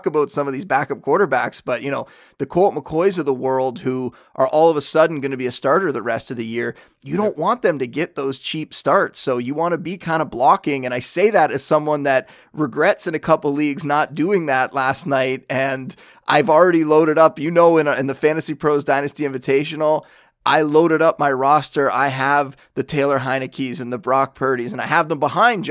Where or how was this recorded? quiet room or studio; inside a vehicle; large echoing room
quiet room or studio